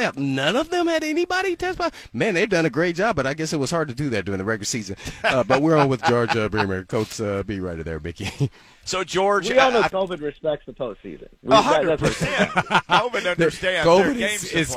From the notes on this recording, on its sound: Live at the Titans Blood Drive with the Red Cross.